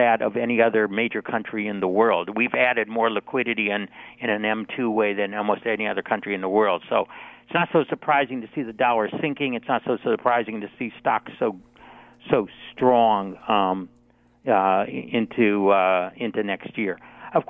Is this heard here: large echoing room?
no